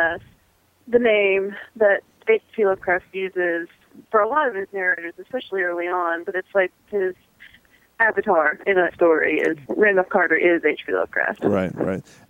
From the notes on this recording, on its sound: joins by phone